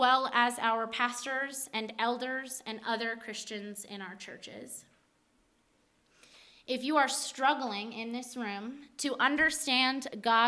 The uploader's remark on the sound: at the Flagstaff Christian Fellowship retreat *LIVE AND UNEDITED